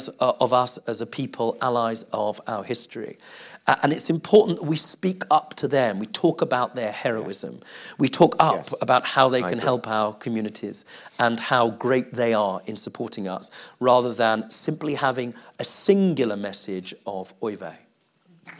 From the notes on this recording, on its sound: LIVE in the main theatre at JW3